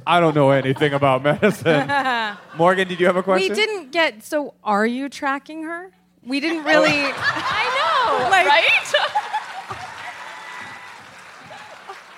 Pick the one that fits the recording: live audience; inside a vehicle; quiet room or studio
live audience